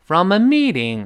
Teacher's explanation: from 弱读，跟二连读。From 读得比较低沉啊